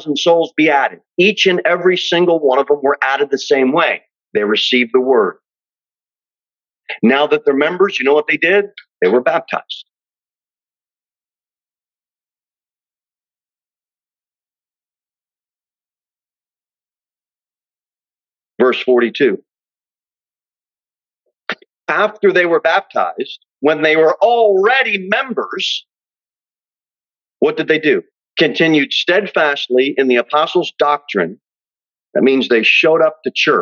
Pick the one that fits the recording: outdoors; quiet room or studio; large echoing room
large echoing room